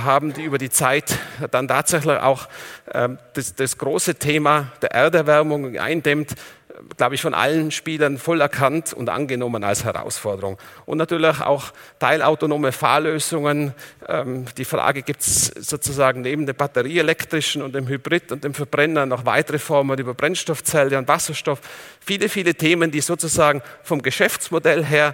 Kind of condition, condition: setting, live audience